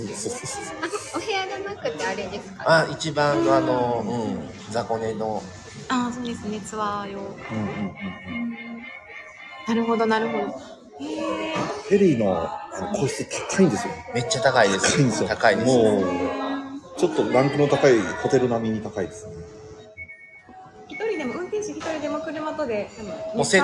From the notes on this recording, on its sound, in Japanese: 福岡スタバ同時配信。コラボ収録。Stand.fm。